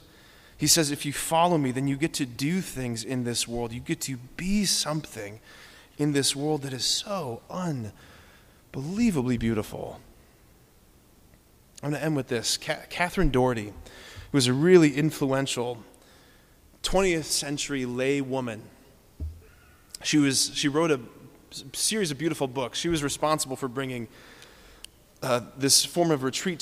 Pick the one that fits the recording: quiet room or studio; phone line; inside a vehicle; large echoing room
large echoing room